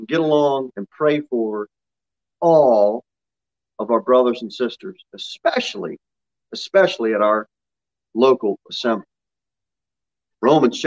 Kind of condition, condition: setting, large echoing room